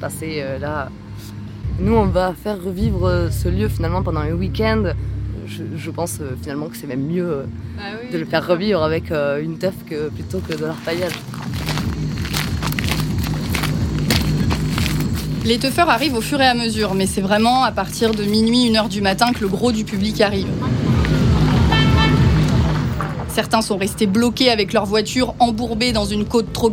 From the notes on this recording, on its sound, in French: On part en Guyane dans une “free party”. A réussi à enregistrer un reportage dans cette fête clandestine au cœur de la jungle amazonienne.